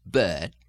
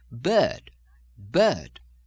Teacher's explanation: the British sound bird is going to tend to have an upward lift, bird, and the Southern American is going to have the typical Southern lilt of bird, bird.